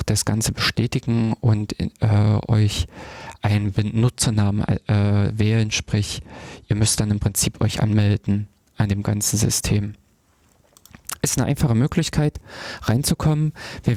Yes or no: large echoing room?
no